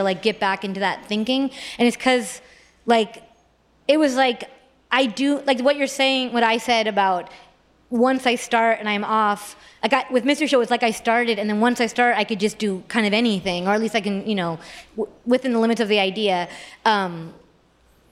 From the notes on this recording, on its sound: joins LIVE at the 2022 On Air Fest